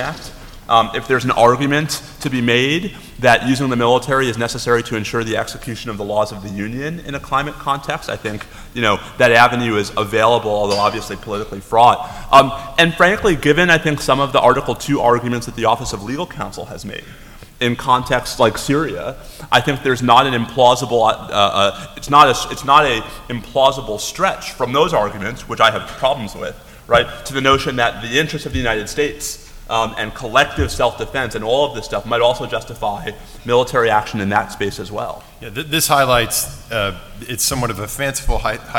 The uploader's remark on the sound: We recorded this one in front of a large live audience at the Annual Review of the Field conference run by the ABA Standing Committee on Law and National Security.